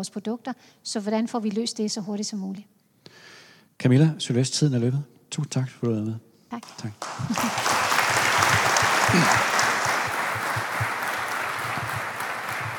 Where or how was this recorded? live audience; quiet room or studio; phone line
live audience